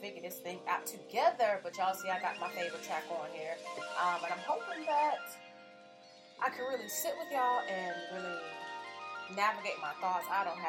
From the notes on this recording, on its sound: Half way through the show... I realized I ain't have the Yeti mic on.. I told y'all this was my first live!